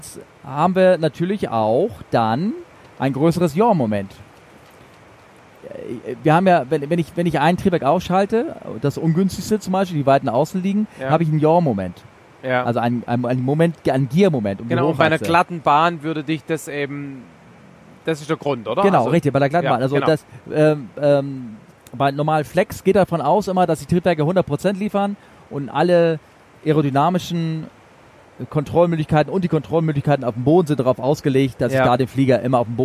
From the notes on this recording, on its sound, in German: dieser zweite Teil enthält Interviews die wir in Hongkong aufgezeichnet haben, sowie den Rückflug und dessen Vorbereitung